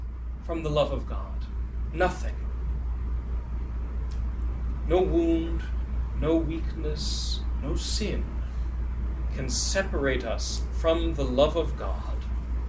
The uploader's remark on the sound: This lecture was given on March 18th, 2023, at "The Passion & the Sacred Wounds: An Intellectual Retreat" at the Dominican House of Studies.